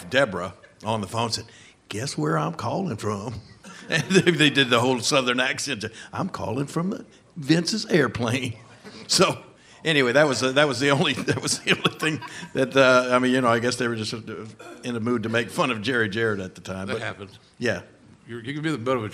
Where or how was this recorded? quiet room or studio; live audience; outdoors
live audience